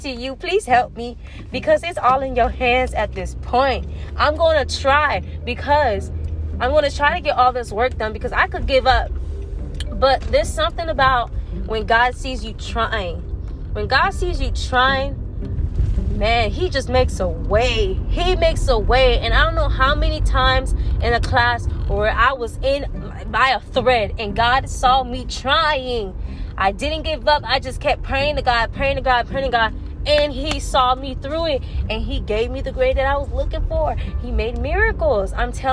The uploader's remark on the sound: I am driving in the car while recording so be aware of background noise!